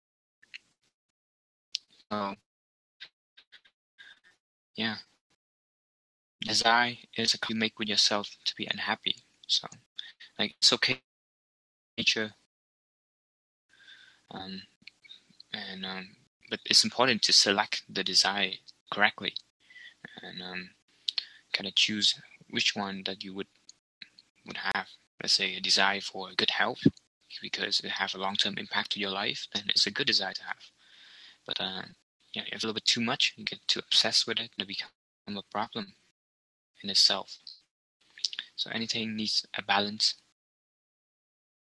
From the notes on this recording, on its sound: Some audio problem too, mostly mt internet connection.